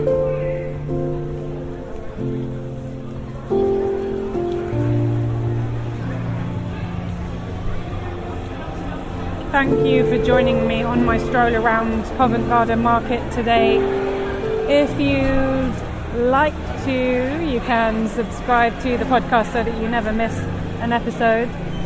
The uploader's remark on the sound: More From Covent Garden. They’re sat outside a coffee and cookie place. This podcast is recorded in 3D sound! She invites you to join her out and about as she captures those small, magical moments of everyday life, in sound.